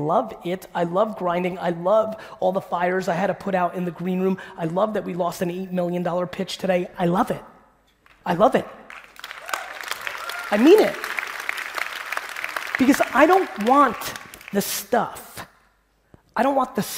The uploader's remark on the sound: a throwback keynote from 2018